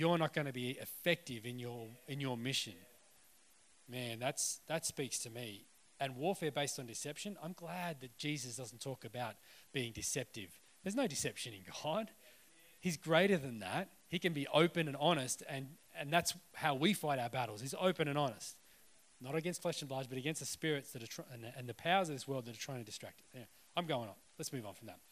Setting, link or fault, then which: setting, live audience